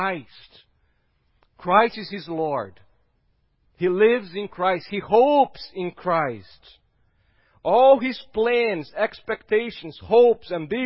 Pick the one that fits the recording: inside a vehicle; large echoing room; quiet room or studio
large echoing room